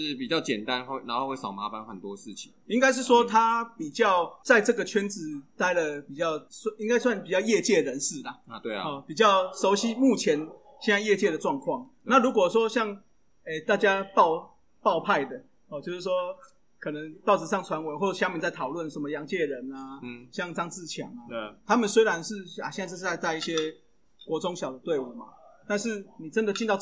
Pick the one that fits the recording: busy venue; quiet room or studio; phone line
busy venue